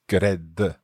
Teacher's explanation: It almost sounds like there's a vowel between the G and the R.